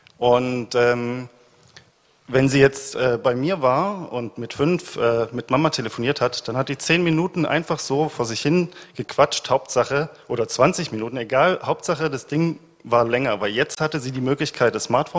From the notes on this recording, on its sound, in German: Wir sammeln dazu im Vorfeld der re:publica Elternfragen und wählen die vier häufigsten aus und beantworten sie auf der Bühne. Im Anschluss bitten wir das Publikum um weitere Fragen und bieten einen Platz auf unserer Bühne.